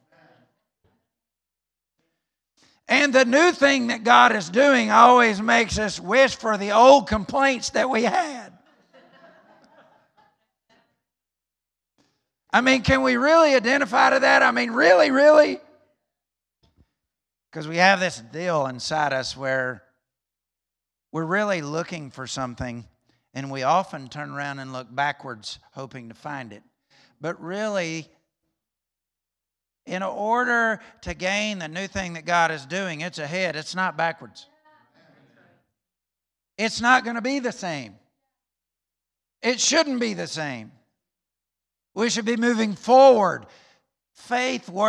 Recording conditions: large echoing room